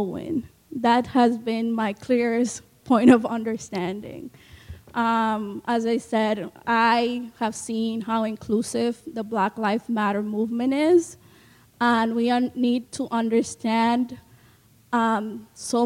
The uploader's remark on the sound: Discussion in Plenary. Plenary at DWN's 2016 conference.